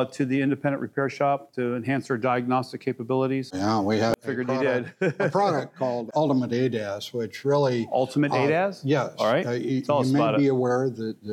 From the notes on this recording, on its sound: at the AMRA (Automotive Maintenance and Repair Association) MAP (Motor Assurance Program) January 2024 conference